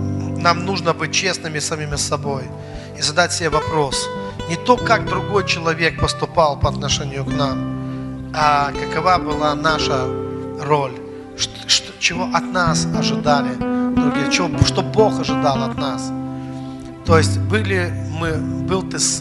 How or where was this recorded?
large echoing room